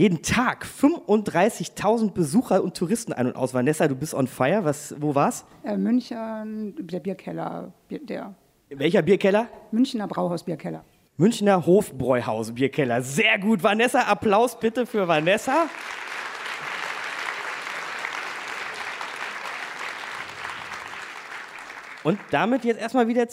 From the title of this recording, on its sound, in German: live aus dem Gloria Theater Köln